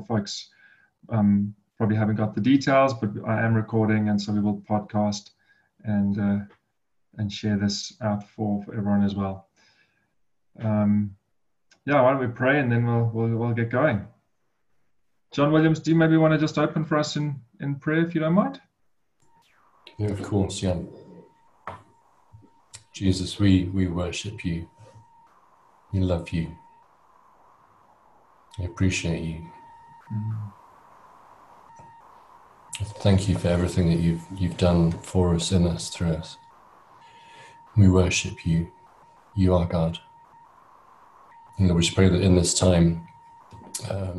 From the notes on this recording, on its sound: Breakthru Business Forum ZOOM Meeting